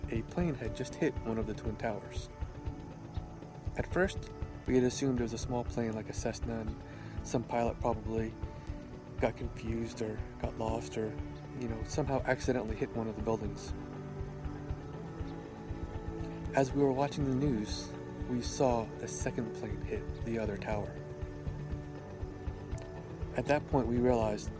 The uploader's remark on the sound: Audio is from a video recorded outside.